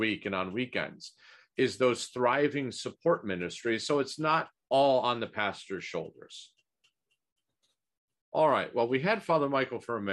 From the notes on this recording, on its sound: This is a recording of the ninth webinar in the Becoming Byzantine series